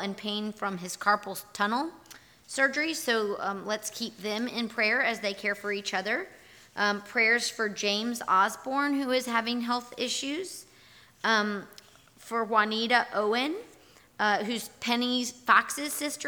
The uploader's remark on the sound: Here is our audio recording from this morning&#8217;s worship service. Here is our audio recording from this morning’s worship service.